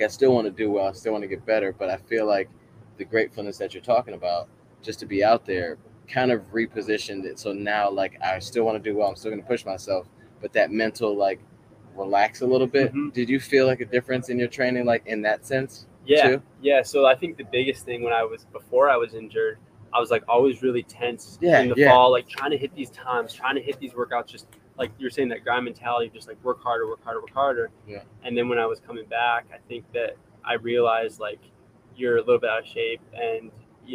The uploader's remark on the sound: Live from Eugene OR at World Championships